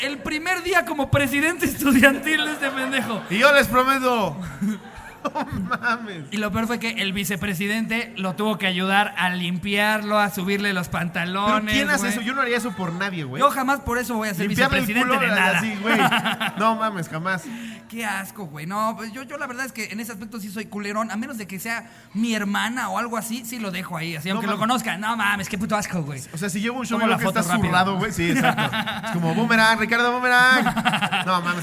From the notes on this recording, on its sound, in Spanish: En vivo desde Texcoco. Cotorreamos mucho con el querido público de texcoco.